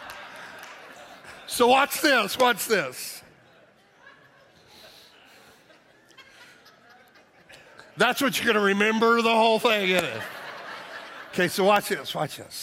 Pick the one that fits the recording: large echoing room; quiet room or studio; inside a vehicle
large echoing room